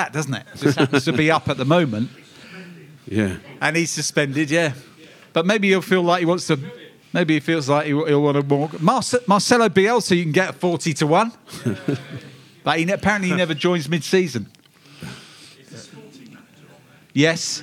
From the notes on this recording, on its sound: Live at the Albany for a crisis show special.